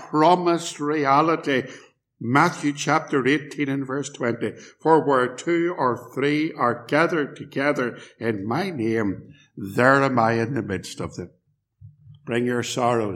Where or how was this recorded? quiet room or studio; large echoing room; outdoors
large echoing room